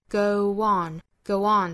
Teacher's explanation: Go 和 on 之间也是加 w，跟前面半句的 you are 是一样的，也是元音和元音的碰撞，这里面加 w